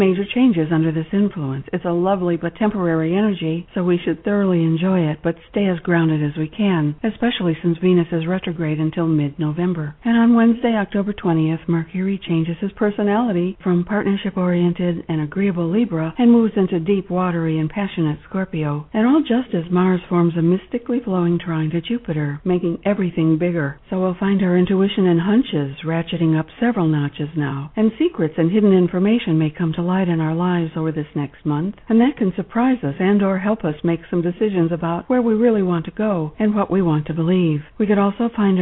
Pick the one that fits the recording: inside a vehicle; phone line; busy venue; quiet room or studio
phone line